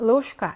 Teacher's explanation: 역행동화 때문에 샤 발음으로 나고요